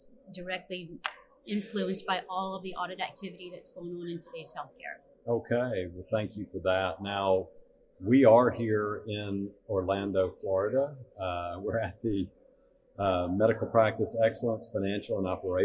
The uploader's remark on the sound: MGMA caught up with the duo at the Medical Practice Excellence: Financial and Operations Conference in Orlando.